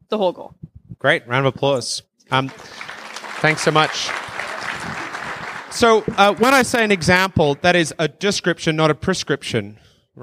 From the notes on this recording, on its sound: from the 2019 uLead conference in Banff, Alberta